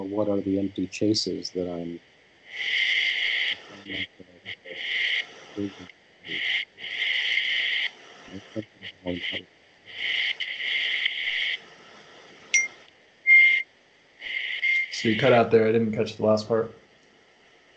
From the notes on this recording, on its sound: All silences left. The audio quality isn't that great.